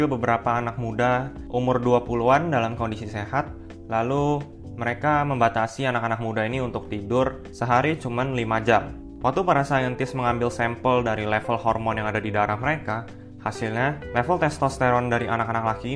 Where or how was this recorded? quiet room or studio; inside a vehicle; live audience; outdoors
quiet room or studio